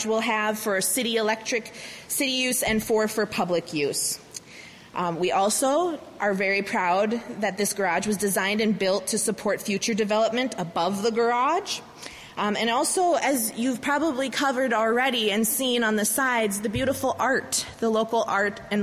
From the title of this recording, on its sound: News Conference: Wilson Street Garage Grand Opening